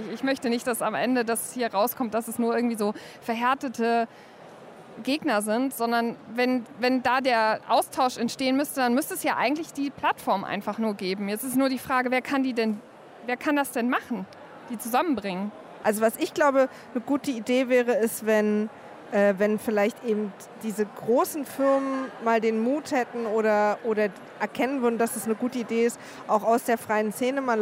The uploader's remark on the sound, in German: Live-Podcast von der Republica